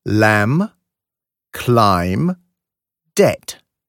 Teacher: Zum Beispiel hört man nicht das B in lamb, climb, debt.